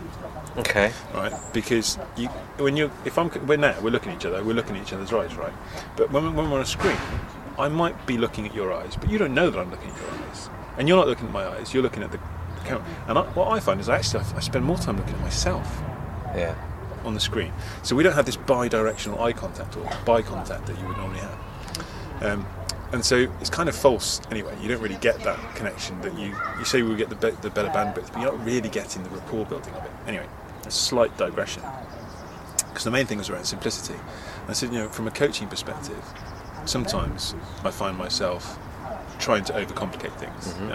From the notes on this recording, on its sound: In other amazing news we got back into a real live pub! Well...outside a real live pub but that's still pretty cool, especially as the sun was out!